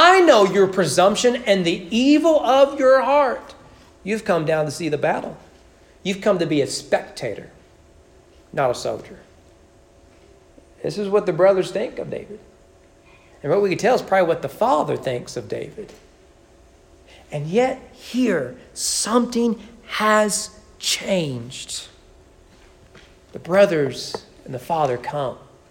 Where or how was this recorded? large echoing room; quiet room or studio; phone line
large echoing room